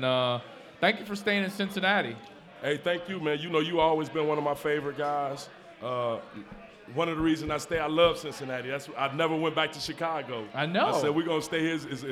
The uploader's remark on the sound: LIVE at Mio’s